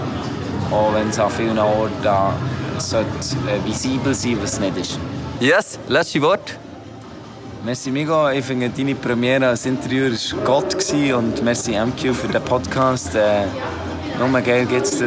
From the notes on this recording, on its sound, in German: zwei Tage lang am Spex Festival unterwegs!